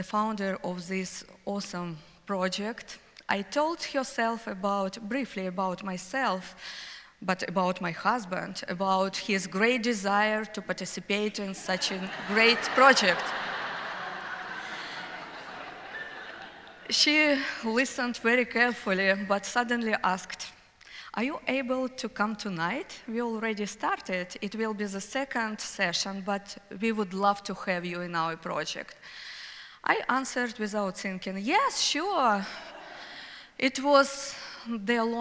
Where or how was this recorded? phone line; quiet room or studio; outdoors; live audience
live audience